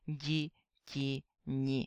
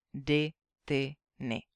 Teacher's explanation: když vidíte vedle sebe d, t, n plus měkké i, tak byste to měli vyslovovat měkce